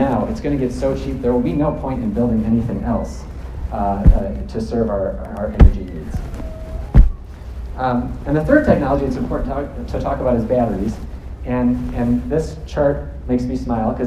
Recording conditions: live audience